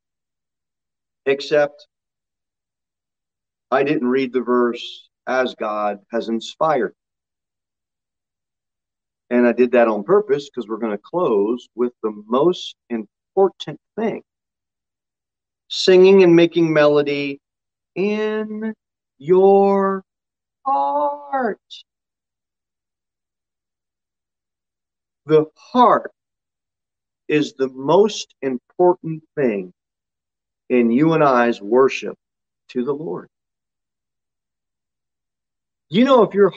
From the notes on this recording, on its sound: Sermon delivered at Pilgrim Baptist Church on Sunday, October 17, 2021, at 10:00 am.